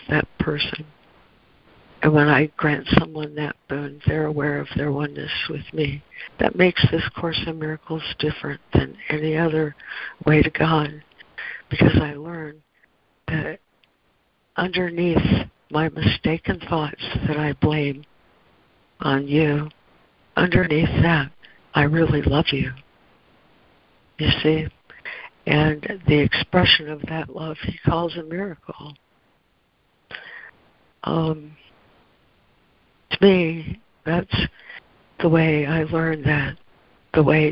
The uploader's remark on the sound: ACIM Daily Conference Call